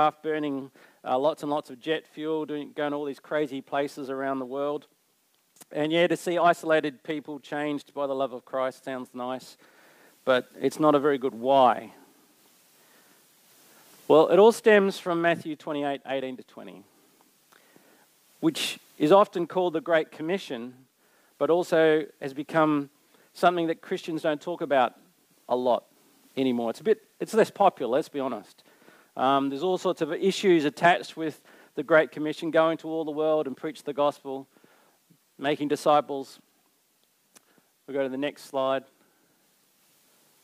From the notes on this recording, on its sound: Recorded Live on 7th May 2023. Geraldton Baptist Church.